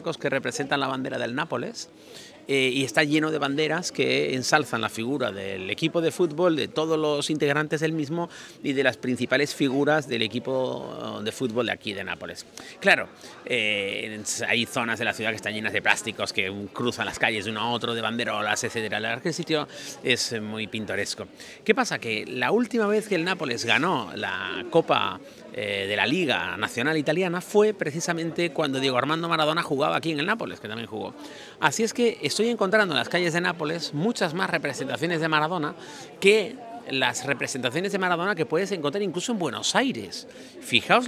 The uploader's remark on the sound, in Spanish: me acompañen en vivo durante un paseo por la calle de los percebes de Nápoles